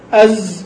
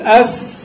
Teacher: كلاهما صفير، كلاهما حروف صفير، يميزها أن الزاي مجهورة والسين مهموسة